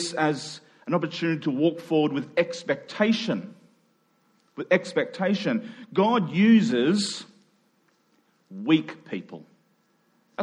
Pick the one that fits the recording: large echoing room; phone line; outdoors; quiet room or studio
large echoing room